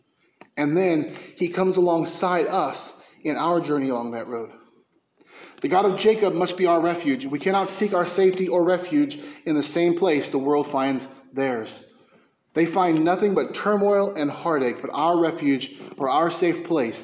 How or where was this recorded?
large echoing room